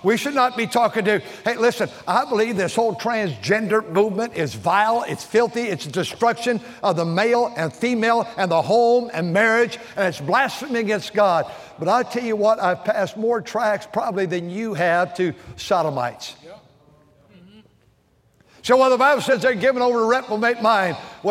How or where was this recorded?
large echoing room